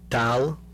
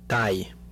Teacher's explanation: Contrast between the alveolar lateral and the palatal lateral